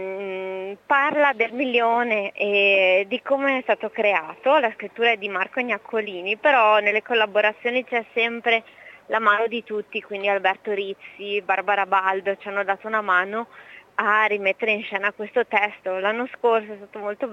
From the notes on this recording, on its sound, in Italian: In questa puntata sono intervenuti in diretta telefonica